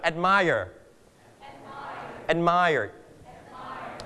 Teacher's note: เรา stress ที่พยางค์ที่สองนะครับเพราะฉะนั้นเราจะออกเสียงว่า admire